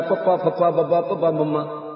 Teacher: ਹੁਣ ਪੱਪੇ ਵਾਲੀ ਲੈਣ ਸਾਰੀ ਦੀ ਸਾਰੀ ਦੁੱਲੀ ਸੰਕਾਰ ਹੈ, ਪੱਪਾ ਫੱਪਾ ਬੱਬਾ ਪੱਬਾ ਮੰਮਾ, ਐ ਦੋਨੇ ਬੁੱਲ ਫੜ ਫੜ ਫੜ ਫੜ ਵੱਜਣਗੇ ਤਾਂ ਅੱਖਰ ਨਿਕਲਣਗੇ